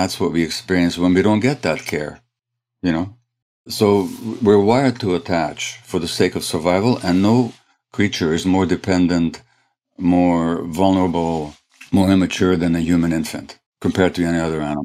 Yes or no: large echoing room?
no